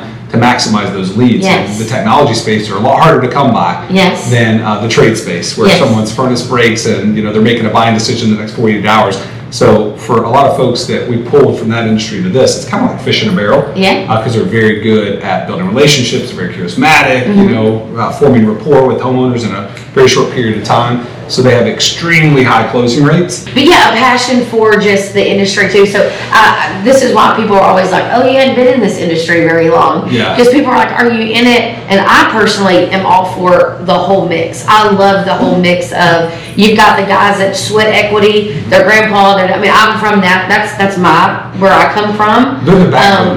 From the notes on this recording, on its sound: On location in Austin, TX for ServiceTitan's Marketing for the Trades Summit!